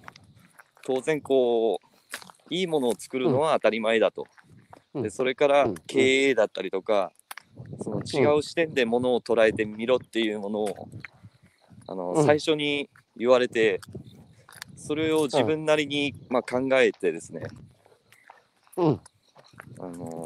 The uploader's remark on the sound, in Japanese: 歩きながら1時間、対談する。